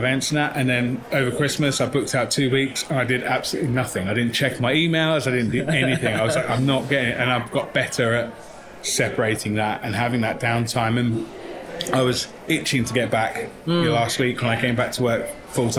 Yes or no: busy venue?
yes